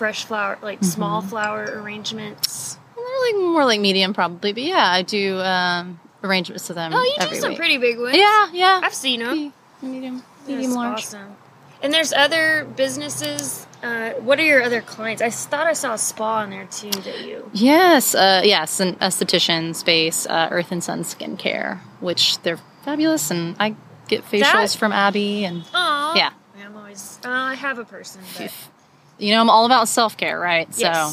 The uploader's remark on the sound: Recorded outside at Infinite Monkey Theorem in South Austin.